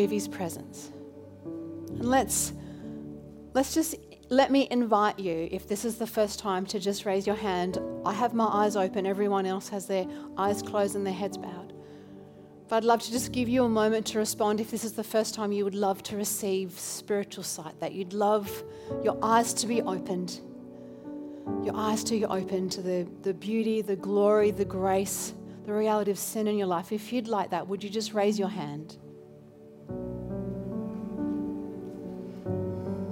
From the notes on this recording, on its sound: This recording is from Newlife Church: Robina, due to technical challenges in Brisbane.